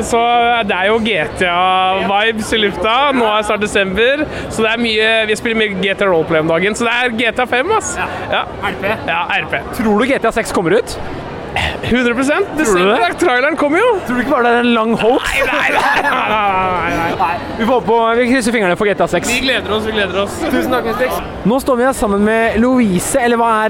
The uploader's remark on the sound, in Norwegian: GamePlay på Spillexpo 2023! Det blir vandring langs standene i messa, det blir live podcast.